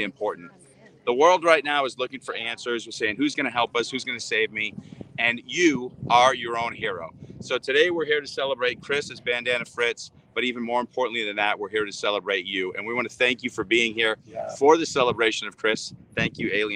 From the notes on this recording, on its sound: LIVE From The Beach. Broadcast live from the sunny beaches of Southern California! We'll be interacting with you LIVE in the comments section.